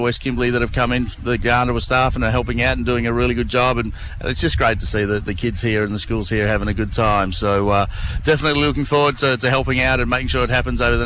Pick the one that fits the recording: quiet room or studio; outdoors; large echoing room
outdoors